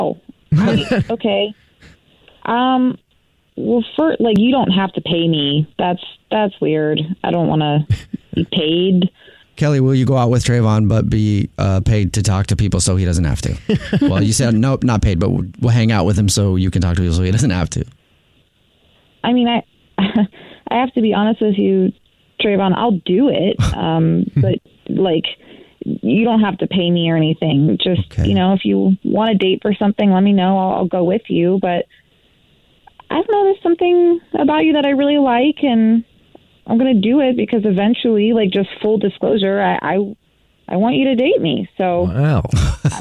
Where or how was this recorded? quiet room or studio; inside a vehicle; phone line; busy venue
phone line